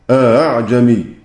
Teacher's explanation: يقرؤون بتسهيل الهمزة الثانية